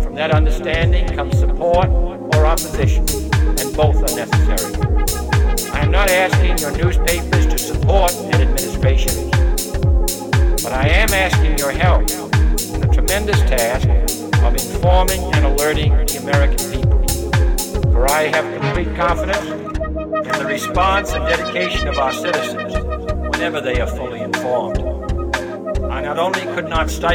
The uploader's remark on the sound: Live at Vozz Club in 08/09/2018!